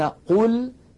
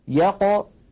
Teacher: القاف المضمومة أفخم بقليل من القاف الساكنة